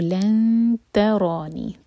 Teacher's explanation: یہاں پر تا آ رہا ہے نون ایم ٹی کے بعد، سو لن ترانی، تا لائٹ، را ہیوی، را پر فتحہ ساتھ میں الف، را دو حرکہ اور نون کے نیچے کسرہ، اس کے بعد ہے یا.